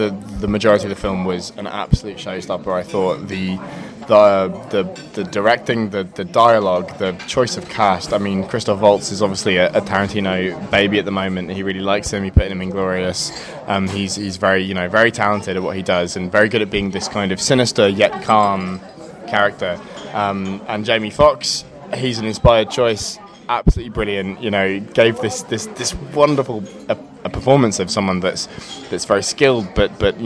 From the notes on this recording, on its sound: On the phone. Get together for the final episode of the podcast series at the Filmhouse Cafe in Edinburgh.